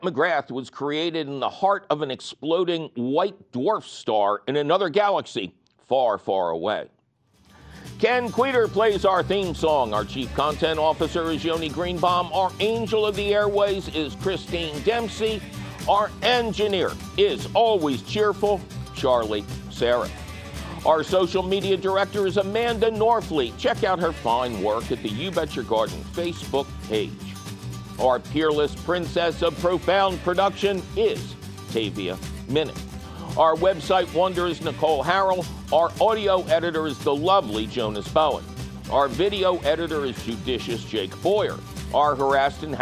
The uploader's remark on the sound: he takes your fabulous phone calls